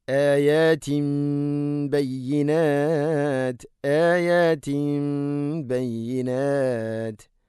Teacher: തൻവീനു ശേഷം ബ വന്നു, തൻവീനിനെ മീമാക്കി മാറ്റണം, ഇഖ്ലാബ് എന്ന്